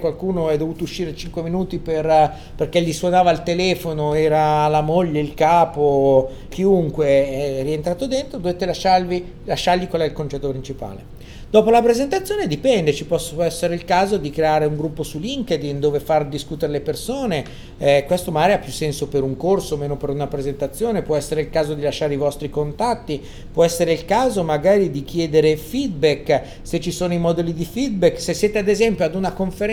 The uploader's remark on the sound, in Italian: Prima puntata di una lunga serie registrata ai Community Days 2015.